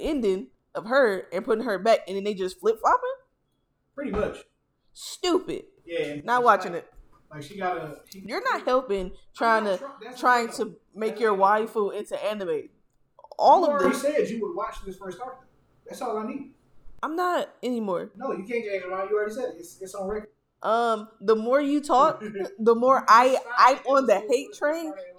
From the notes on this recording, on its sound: Apologies for the audio this episode.